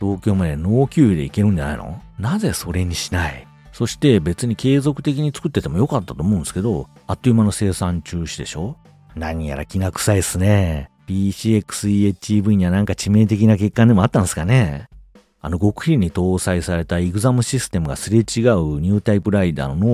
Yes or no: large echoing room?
no